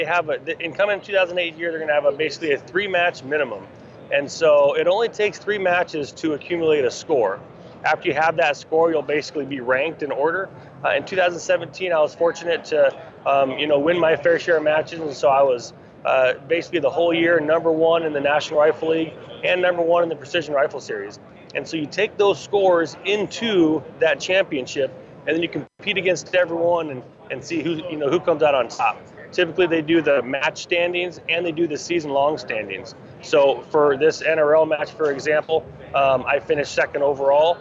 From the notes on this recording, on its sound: LIVE AT SHOT SHOW 2018! LIVE from the McMillan SHOT SHOW 2018 booth!